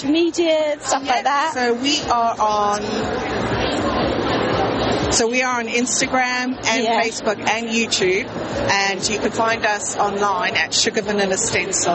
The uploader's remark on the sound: Were privileged to be invited to podcast live from the Cake and Bake Show. It was a busy and noisy show, and they have done their best in the edit to muffle some of the background noise.